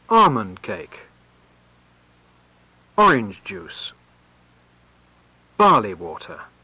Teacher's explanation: expressions involving cake, juice, water take early stress.